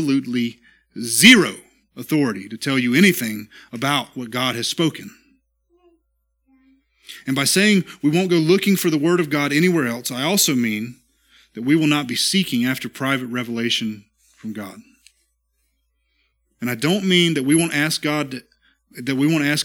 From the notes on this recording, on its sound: This is the sermon from our Tuesday night Worship Service at Immerse Church